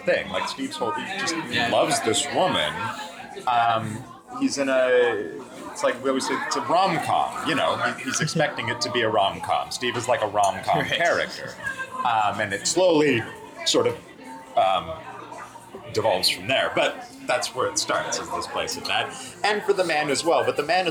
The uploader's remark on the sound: Have a drink in a pub. In and around Toronto.